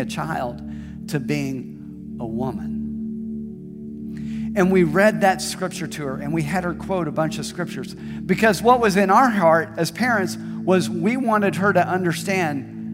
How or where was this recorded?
large echoing room